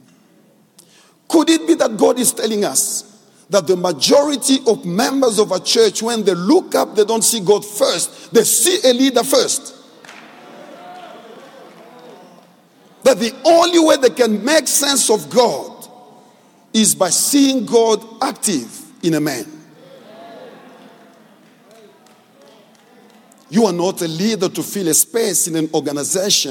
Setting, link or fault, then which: setting, large echoing room